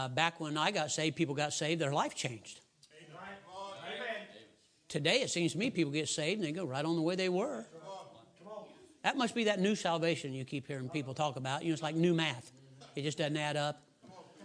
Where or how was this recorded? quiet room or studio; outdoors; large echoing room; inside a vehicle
large echoing room